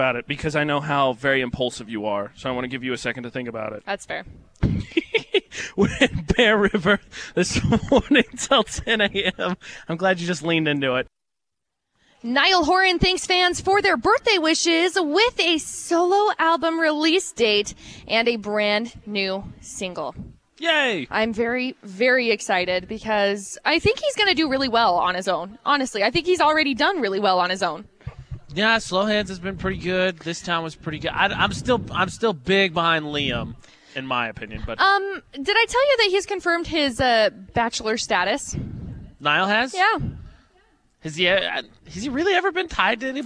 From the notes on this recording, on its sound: Broadcast live from Bear River High School.